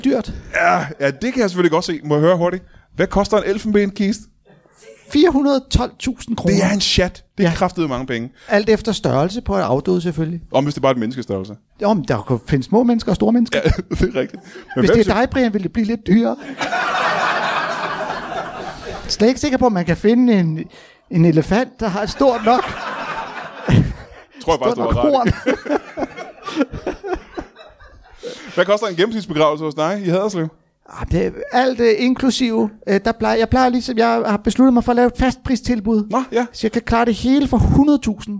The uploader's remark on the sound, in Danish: LIVE fra Tobbers i Kolding